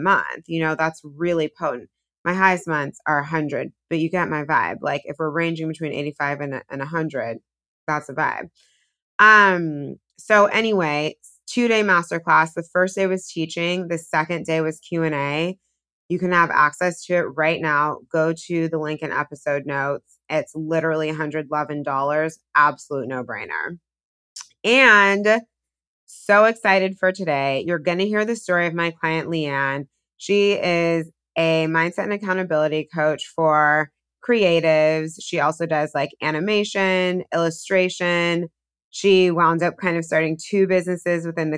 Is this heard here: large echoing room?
no